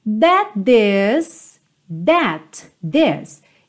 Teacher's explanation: Vai ficar juntinho um T só